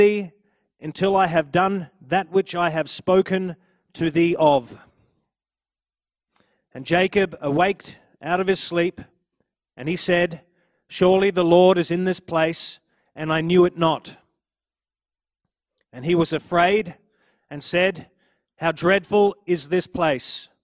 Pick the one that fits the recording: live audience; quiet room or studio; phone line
live audience